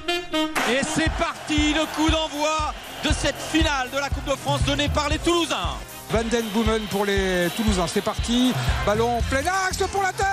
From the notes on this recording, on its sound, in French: en direct du stade de France